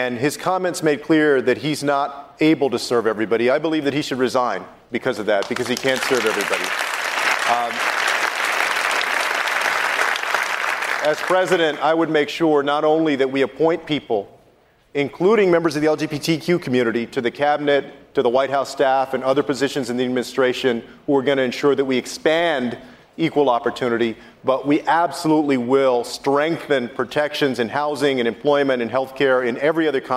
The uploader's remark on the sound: answers questions during a live town hall